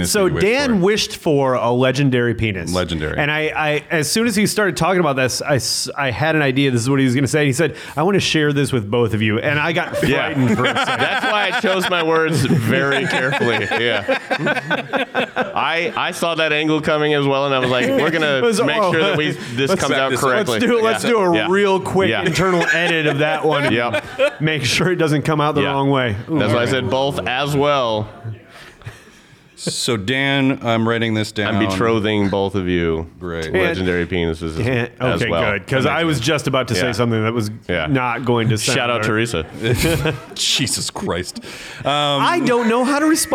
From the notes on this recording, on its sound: LIVE IN OMAHA. First Live Episode from Backswing Brewing Company in Omaha!